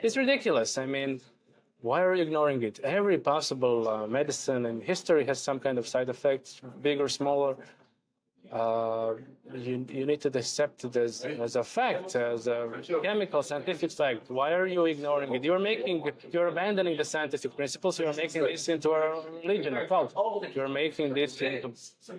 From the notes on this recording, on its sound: recorded at the International Covid Summit